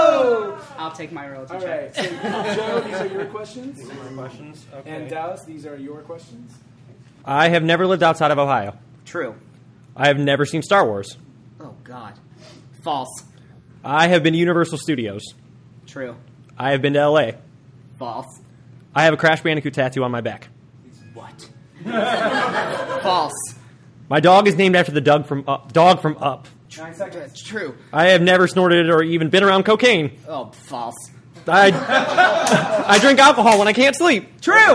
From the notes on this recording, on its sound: GBG Live as the team once again open up for the It’s All Been Done Radio Hour